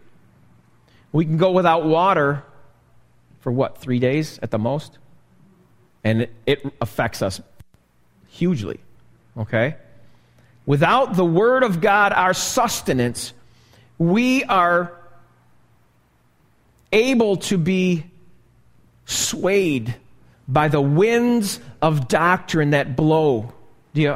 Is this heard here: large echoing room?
yes